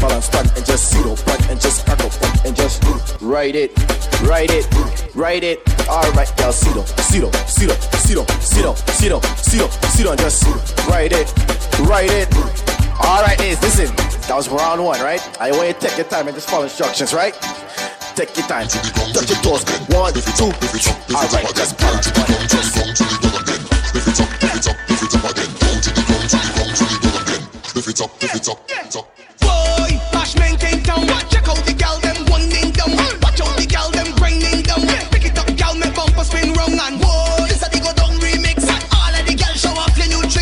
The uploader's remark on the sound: LIVE AT ISLAND SATURDAYS.